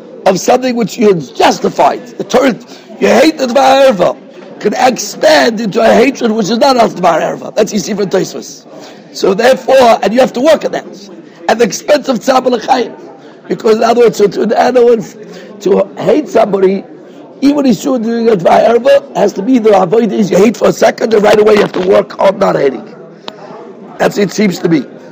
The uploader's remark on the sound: Shiur recorded in Yeshivas Ohr Reuven, Monsey, NY.